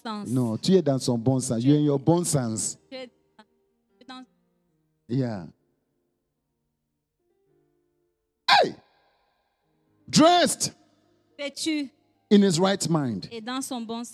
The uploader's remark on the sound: Preached during Joyful Hour Sunday Service at FCI Ministries